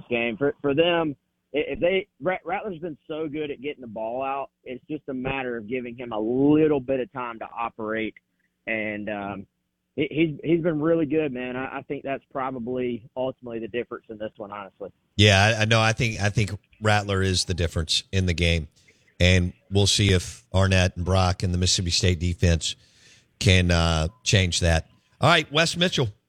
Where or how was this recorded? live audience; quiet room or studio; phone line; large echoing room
phone line